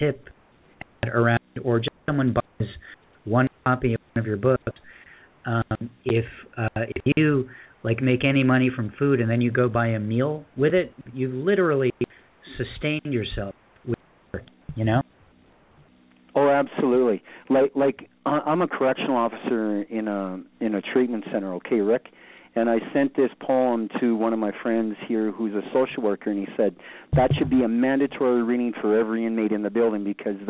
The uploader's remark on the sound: This month's Poetry Super Highway Live Open Poetry Reading featured poets calling in and reading their work from Sioux St.